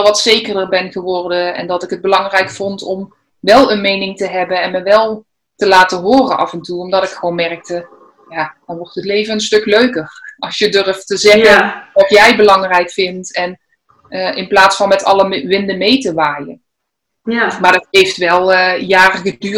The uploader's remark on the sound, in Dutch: Vanwege Corona een interview via Zoom, maar het gesprek was er niet minder om.